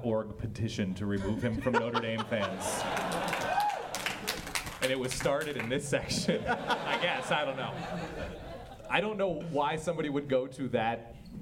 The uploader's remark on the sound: For two live shows and two nights of drafting. This audio is an edited version combining both live shows into one episode.